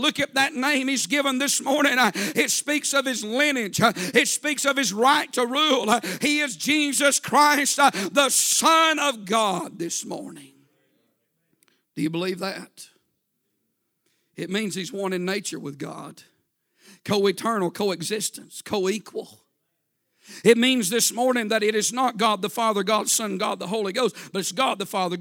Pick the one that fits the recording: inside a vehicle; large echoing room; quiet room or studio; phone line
large echoing room